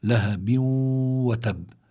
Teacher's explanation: هل الحرف الذي جاء بعد التنوين هو الواو، والواو من حروف يرملون، يعني وهو من ويرملون هي حروف الإدغام، فإذا هذا بيكون عنا بهالحالة هيدي التنوين أتى بعده واو، يدغم التنوين بهذه الواو إدغاما غير مستكمل التشديد مع بقاء الغنة، فبيكون عنا إدغام مع الغنة.